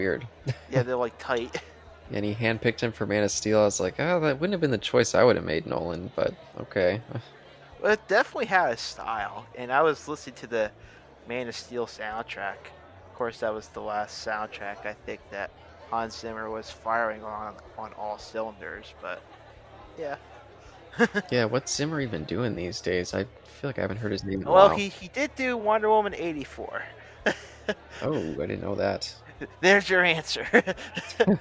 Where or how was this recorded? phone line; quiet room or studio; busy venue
busy venue